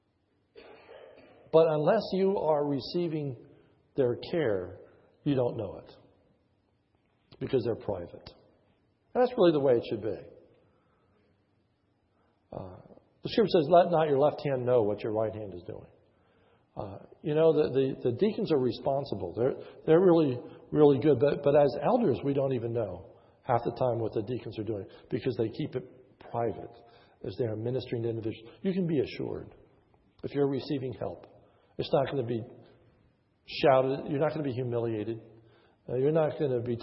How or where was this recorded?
large echoing room